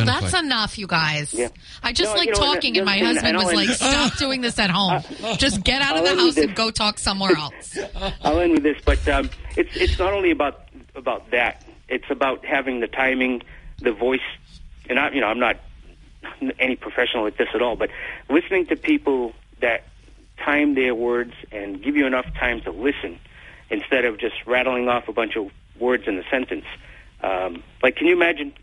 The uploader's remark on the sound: take calls from the audience